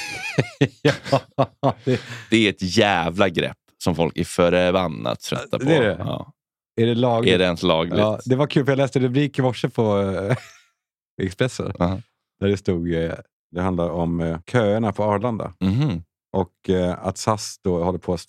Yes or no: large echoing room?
no